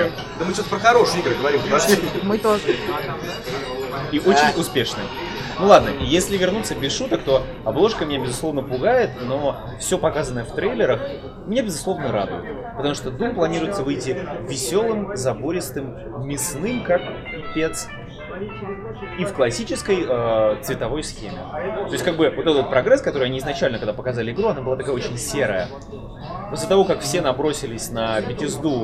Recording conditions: poor sound quality